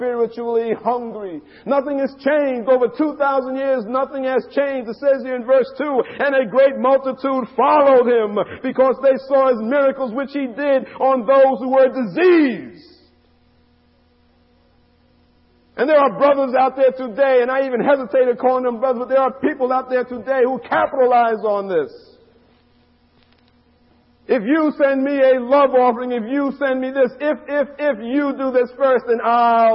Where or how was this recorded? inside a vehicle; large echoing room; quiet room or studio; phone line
large echoing room